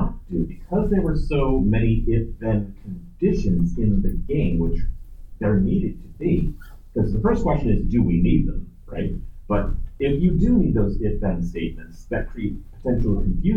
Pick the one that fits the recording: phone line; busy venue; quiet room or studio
busy venue